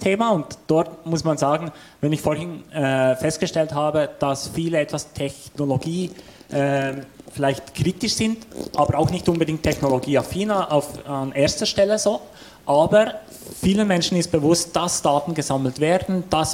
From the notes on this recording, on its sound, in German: Wir diskutieren in einem Live-Podcast-Format. Statt einer PowerPoint gibt es Bilder, statt Vorträgen ein Gespräch und Wissenschaft trifft Praxis.